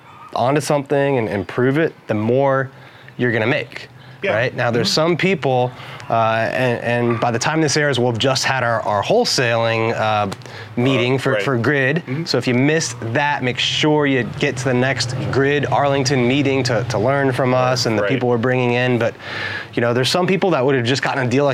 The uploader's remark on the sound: Broadcast live from the site of a property that’s about to be demolished. Broadcast live from the site of a property about to be demolished.